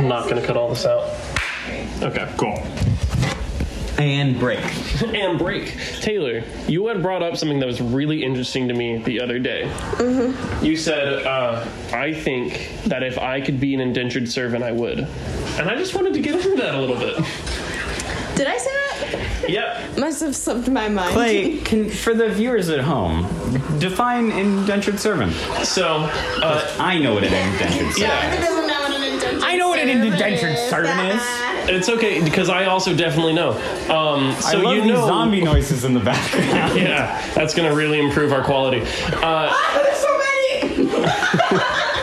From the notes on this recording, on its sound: Episode 4 - Recorded Live. The Penthouse Live Audience joins. The experimental 3-input voice memo collage of what might be the worst audio quality episode yet!